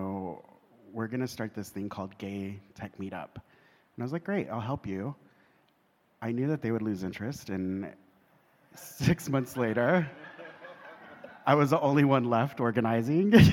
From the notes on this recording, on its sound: In front of a LIVE audience during the closing remarks of the QueerTech Qonference held in Montreal, Canada.